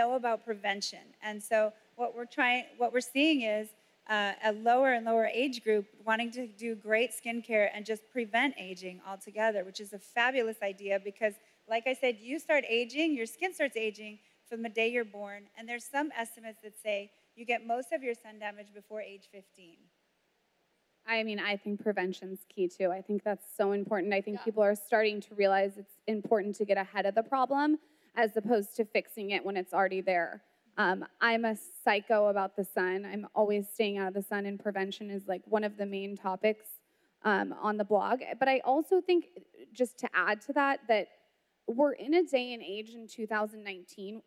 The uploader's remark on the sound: we pulled audio from the last Create & Cultivate event